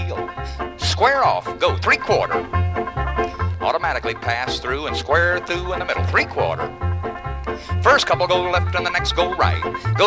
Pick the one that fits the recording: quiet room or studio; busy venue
busy venue